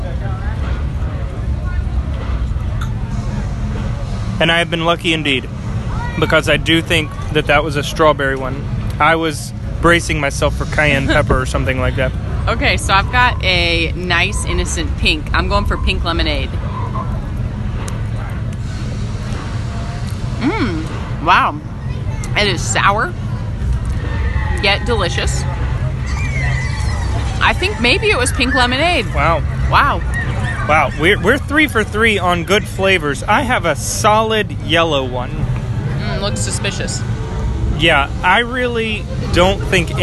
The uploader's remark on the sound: Live from the Wizarding World of Harry Potter. Broadcast live from Universal Studios in Orlando, Florida.